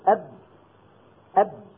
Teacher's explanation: فتصطدم الشفة العليا مع الشفة السفلى وينقفل المخرج انقفالا تاما · Term: الشدة